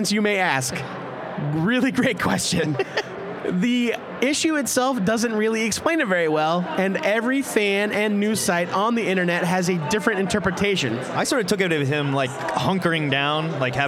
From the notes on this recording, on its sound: Recorded LIVE from O Comic-Con 2015!